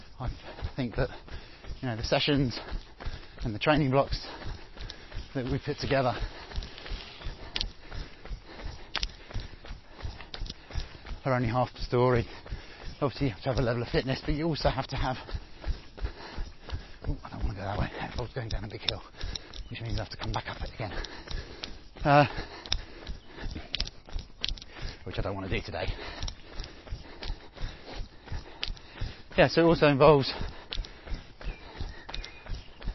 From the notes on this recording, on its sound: I recorded some ramblings about my own journey in running and coaching which translates as 55 mins of easy running through Epping Forest on a beautiful early summer evening, chatting to myself, getting a little lost off trail but bumping into some deer as a result.